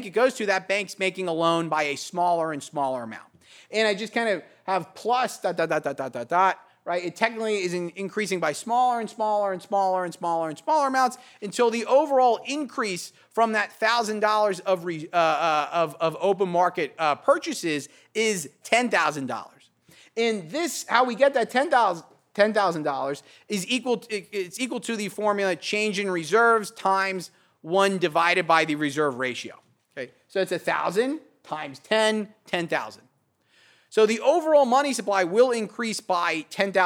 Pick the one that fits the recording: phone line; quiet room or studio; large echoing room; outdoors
large echoing room